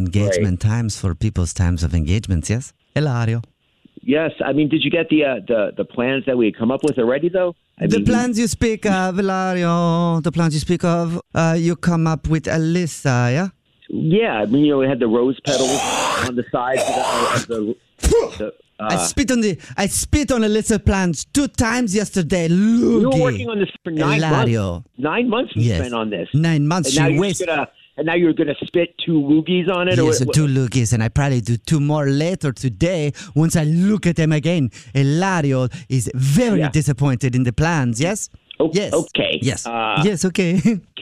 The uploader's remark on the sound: Phone Prank